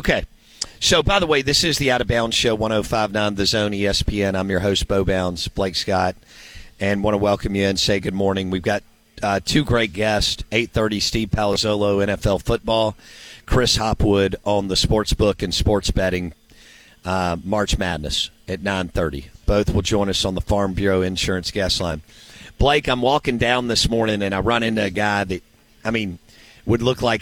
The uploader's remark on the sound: live from Golden Moon Casino in the mobile BankPlus Studio